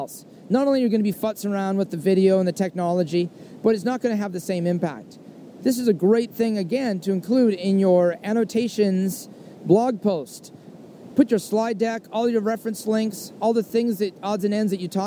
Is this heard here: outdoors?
yes